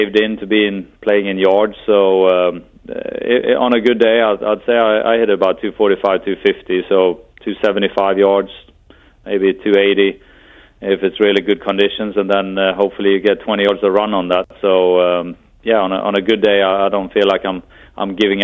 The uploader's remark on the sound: over the phone